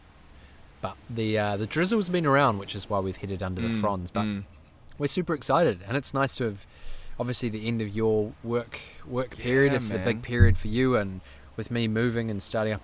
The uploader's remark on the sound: Recording beachside, a few hours prior to the wedding. This pod is raw and unplanned!